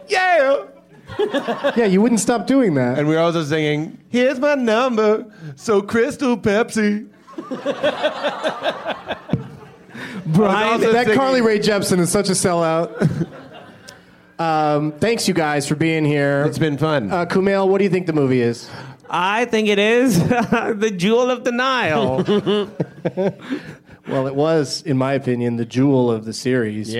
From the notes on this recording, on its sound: Live from Stage 773 at the Chicago Just For Laughs festival